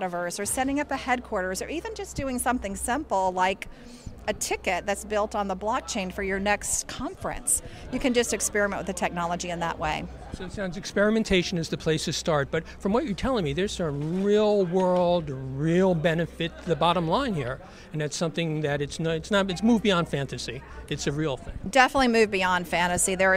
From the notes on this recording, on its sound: At the Outer Edge LA 2023 Conference in Los Angeles